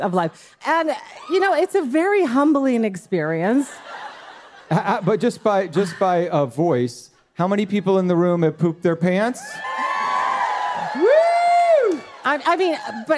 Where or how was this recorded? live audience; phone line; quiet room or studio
live audience